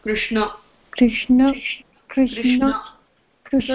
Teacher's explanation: The cerebral na is the one that we use for Krishna.